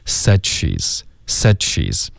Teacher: 因为前面的这个爆破音，舌尖顶了上颚，导致对，导致后面的这个 sh 这个摩擦音开头就爆了一点